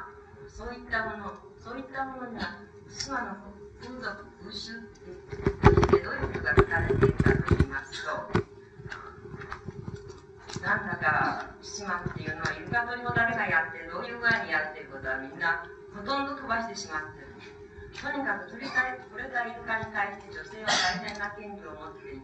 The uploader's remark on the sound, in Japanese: 音質：。場所：四谷公会堂。いま、性と労働を問う のシンポジウムでの講演。パネルディスカッションを収録。テープチェンジのため音が欠ける。音質はあまりよくない。